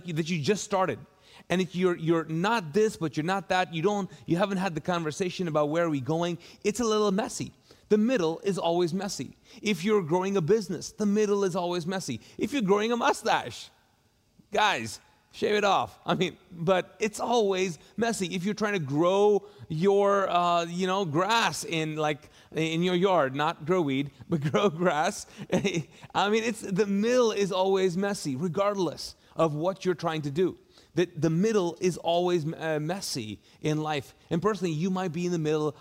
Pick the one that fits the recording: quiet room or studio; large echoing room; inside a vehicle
large echoing room